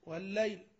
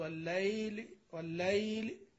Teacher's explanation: ليس فيها مد في الوسط، وإنما فيها تمكين يسير · Shown in: first take · فيها تمكين يسير، يعني ليست كالحروف الأخرى يعني، وإنما تمكن تمكينا يسيرا اللي هي مد ما كما قال.